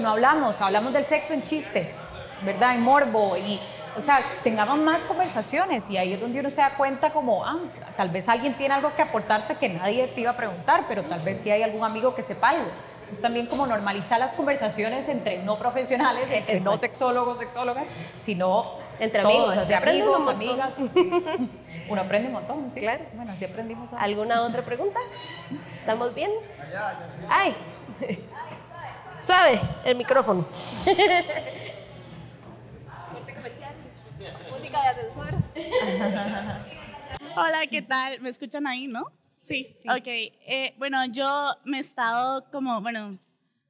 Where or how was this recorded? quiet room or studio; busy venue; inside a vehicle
busy venue